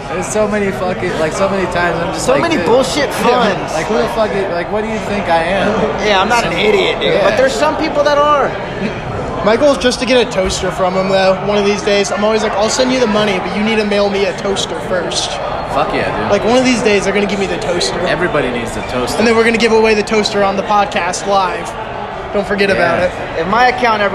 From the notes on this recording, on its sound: Welcome to the BarCast where we Answer the Most Absurd Questions on the Internet Live from Dive Bars across America!